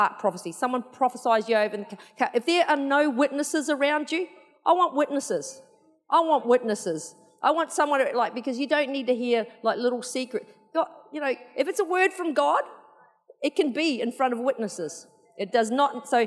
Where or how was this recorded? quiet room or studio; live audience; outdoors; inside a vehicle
live audience